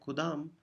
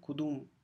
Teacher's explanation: आजकल फारसी की गुफ्तार में लफ्ज़ अलिफ जो है वो बाज़ जगहों पर वाव की साउंड क्रिएट करता है · Shown in: second take · । तो जैसे यहाँ लिखा है खुदाम, तो अब ये गुफ्तार में खुदूम कहा जाता है, लिखने में कुदाम ही रहेगा मगर कहने में खुदूम।